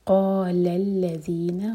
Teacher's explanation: قاف heavy letter ہے منہ بھر کر پڑھا جائے گا اور حلق سے